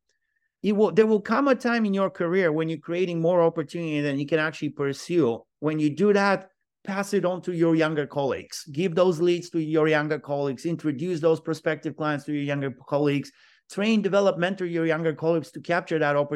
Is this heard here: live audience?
no